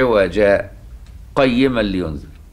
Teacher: فتسكت ايه سكتة خفيفة عشان تفصل بين المعنيين